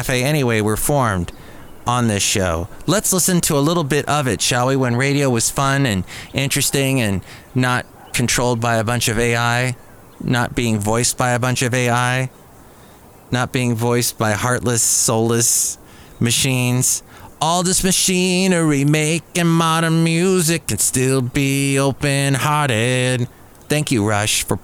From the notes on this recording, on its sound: podcasts live from Café Anyway